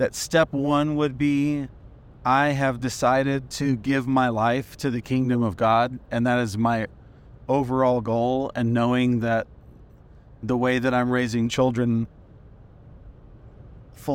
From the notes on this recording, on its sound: Takes his mic on the road (literally). Car ride conversation.